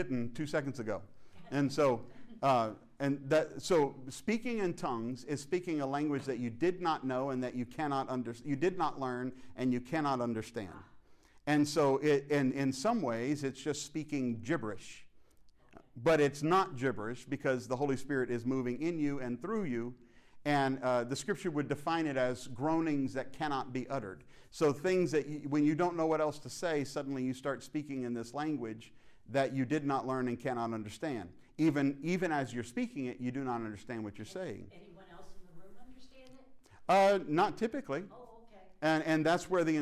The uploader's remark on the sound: fields some questions from the audience